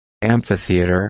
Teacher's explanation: A little hint of a P.